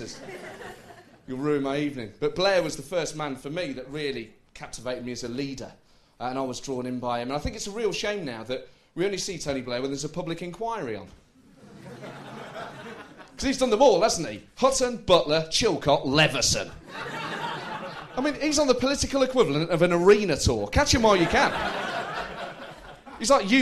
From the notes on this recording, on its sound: Recorded live at the St James Theatre.